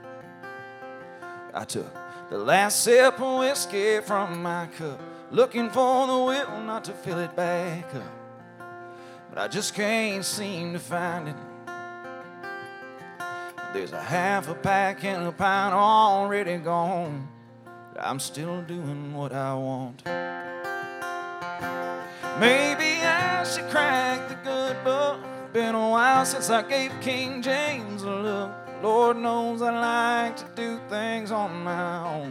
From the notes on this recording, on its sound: Live From Live Oak In Nashville